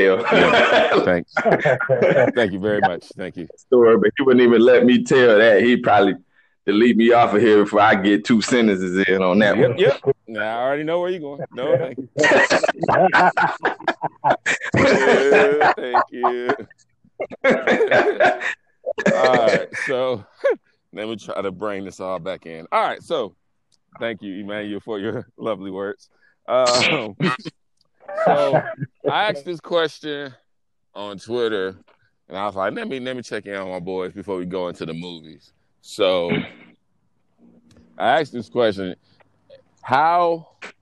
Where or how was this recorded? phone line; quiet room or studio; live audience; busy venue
phone line